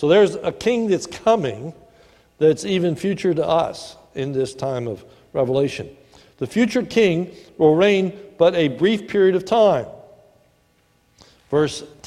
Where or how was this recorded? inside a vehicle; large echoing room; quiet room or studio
large echoing room